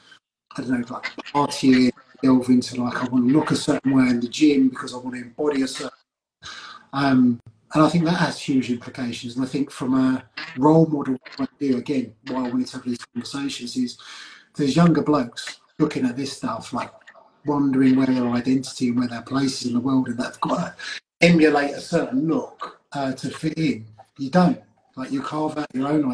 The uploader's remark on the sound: as featured on Instagram live